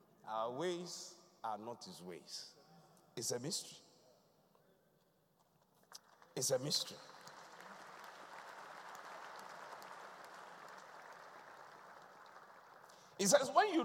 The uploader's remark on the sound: Thanksgiving Service ( Inspiration Service ). Preached at the Qodesh.